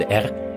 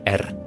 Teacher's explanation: En wat je ook even moet weten is dat je hebt 2 soorten R'en in de Nederlandse taal. Je hebt de huig R, dat is achter in je mond, de R. En je hebt de tongpunt R en die zit voor in je mond.